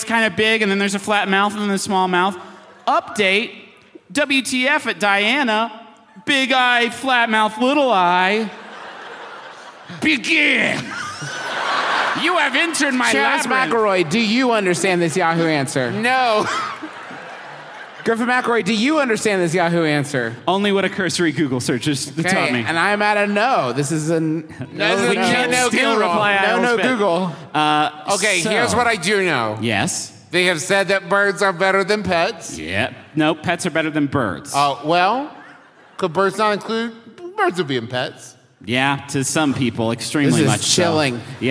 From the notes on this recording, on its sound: We present to you our recent live show from Denver, CO! It was a rowdy one, y’all.